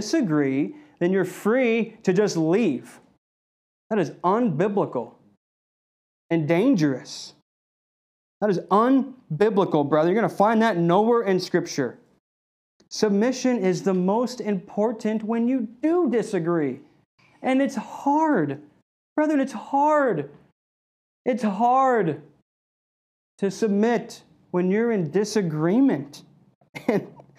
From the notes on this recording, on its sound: This message was delivered on February 7th, 2021 at Redeemer Community Church.